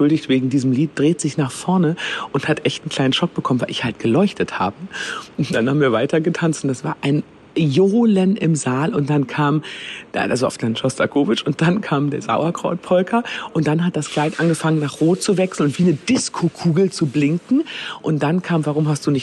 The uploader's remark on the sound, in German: Das glamouröseste Event des Jahres steht an: Die BAMBI-Verleihung. Sind live am Red Carpet und sprechen mit den Stars.